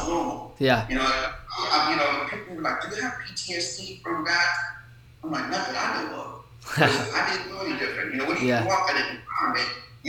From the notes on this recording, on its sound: apologize for the bad audio on this episode, we had some technical difficulties and weren't able to do anything about it.